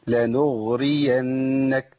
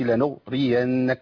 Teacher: فالغين هنا بيجري فيها الصوت · Shown in: first take · Term: الرخاوه